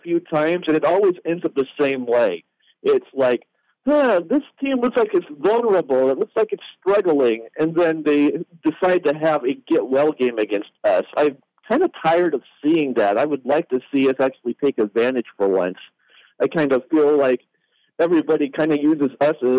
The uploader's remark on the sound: OSU IDAHO POSTGAME CALL-IN SHOW.